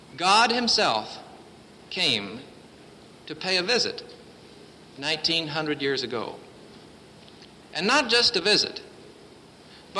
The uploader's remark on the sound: Presented at Winona Lake Bible Conference 1966.